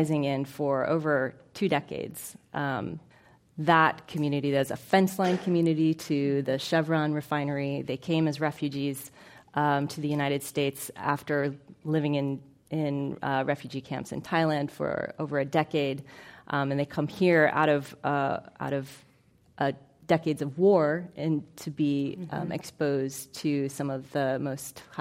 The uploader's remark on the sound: This program was recorded in front of a live audience at the Commonwealth Club of California on February 9, 2016.